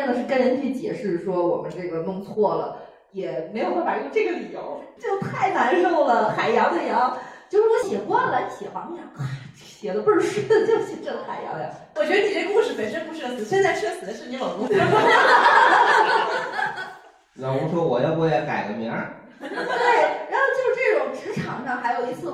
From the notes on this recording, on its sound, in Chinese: 由于场地设备除了一些问题，导致了本周「社死」这期原素材的丢失。但又实在不忍心浪费现场观众朋友们的宝贵发言，。最后只能很遗憾地用其他设备的备份素材来剪辑制作。就是会时不时听到一个奇怪男子非常突兀的大笑，。离备用设备太近了。